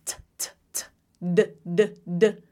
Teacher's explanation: Your tongue is the same. Your mouth is the same. You're just turning off and on the vocal folds down there. You're vibrating them or you're not. · Term: voicing